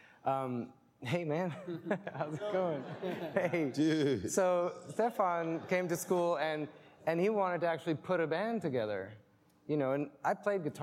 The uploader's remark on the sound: Recorded for a live audience at The National in Richmond.